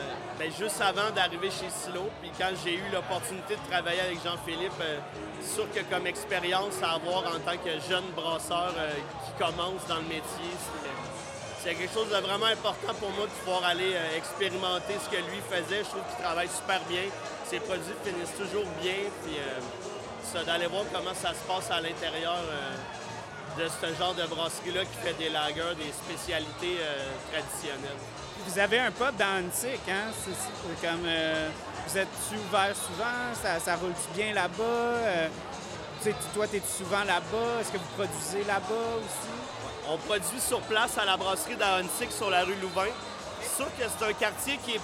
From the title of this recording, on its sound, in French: En Direct de La Cuvée Édition 2023!